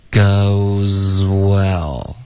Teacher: goes 跟 well 呢这两个音 z 和 w 要连着发气流要一致